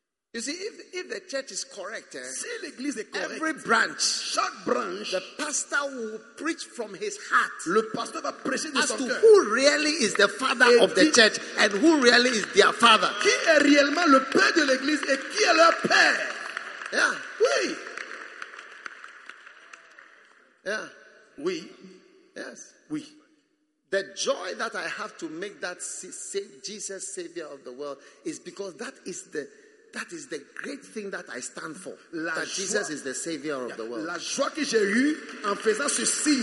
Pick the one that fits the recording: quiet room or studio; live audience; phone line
live audience